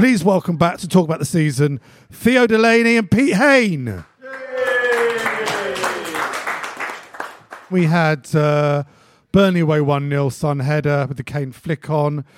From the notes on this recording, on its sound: Are joined by a live audience in N17.